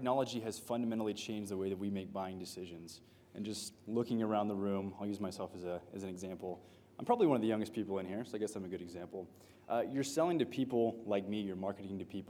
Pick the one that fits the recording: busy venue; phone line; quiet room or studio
busy venue